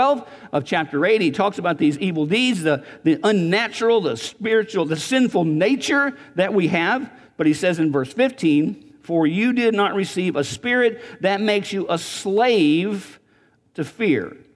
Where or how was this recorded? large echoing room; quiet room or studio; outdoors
large echoing room